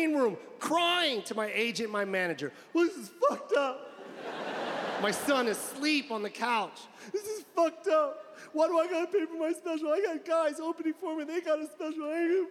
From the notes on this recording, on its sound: In his Netflix special, "Live From The LA Forum".